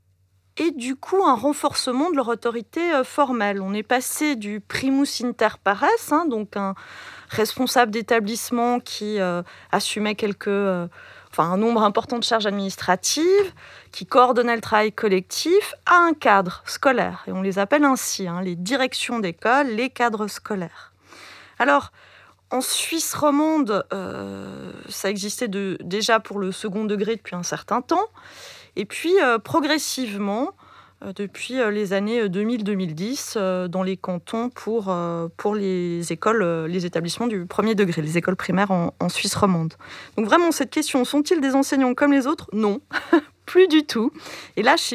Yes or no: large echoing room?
no